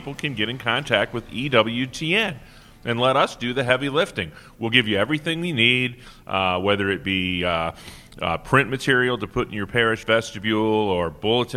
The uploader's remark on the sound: Live from Family Celebration 2022. Live from the EWTN Family Celebration 2022.